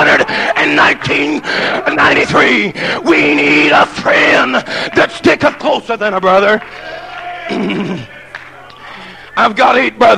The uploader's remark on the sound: at Muldrow Holiness campmeeting, Muldrow Ok